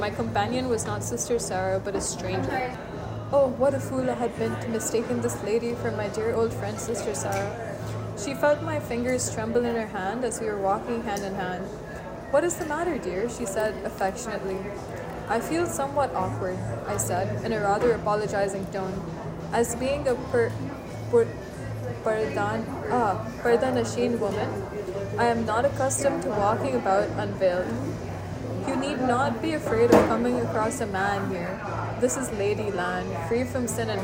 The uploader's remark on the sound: Audiobook created by reading Sultana's Dream to each other at a coffeeshop. The background noise is INTENTIONAL.